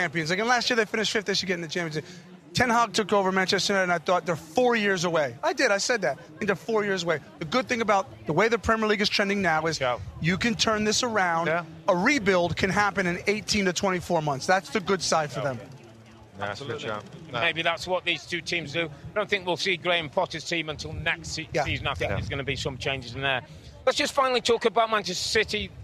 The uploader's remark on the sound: Live From Orlando Fan Fest. Live from the Orlando stage!